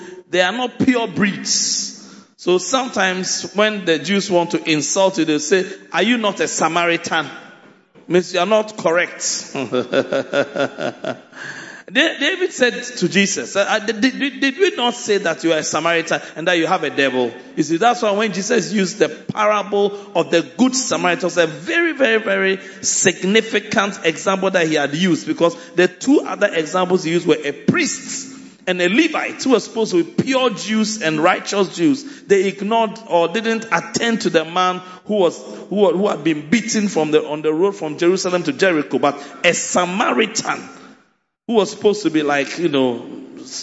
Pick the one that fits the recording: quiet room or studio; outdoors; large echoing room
large echoing room